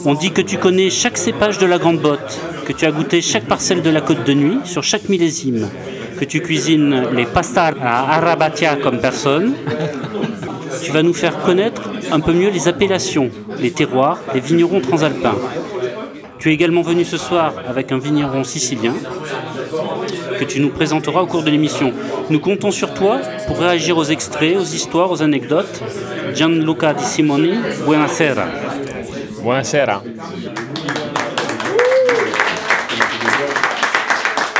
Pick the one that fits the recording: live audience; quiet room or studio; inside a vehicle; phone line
live audience